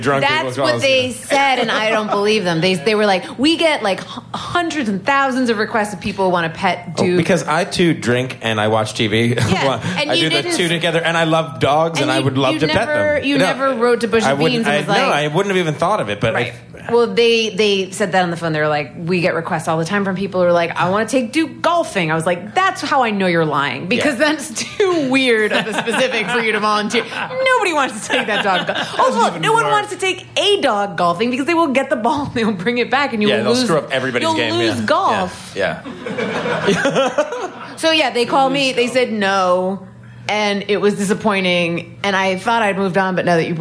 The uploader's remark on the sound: Live at Union Hall. Recorded at Union Hall, Brooklyn, NY.